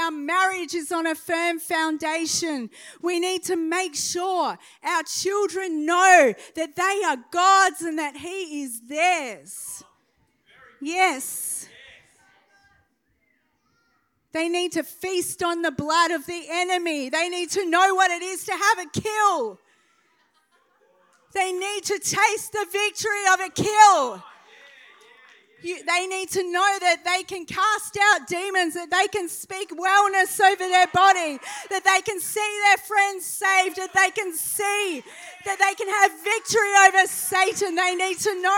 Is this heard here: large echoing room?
yes